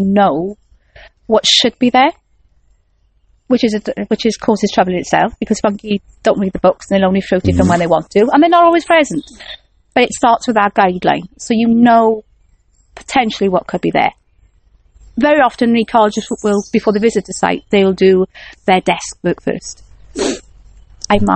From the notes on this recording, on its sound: Gets to go outside and records the passionate voice. Out in a damp woodland near Caerphilly, South Wales.